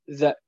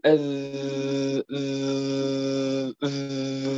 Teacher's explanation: سوف نلاحظ اهتزاز الوتران، هناك دوي، هناك نسمع دوي، بينما عند النطق بالثاء لا نسمع هذا الدوي. · Term: حرف مجهور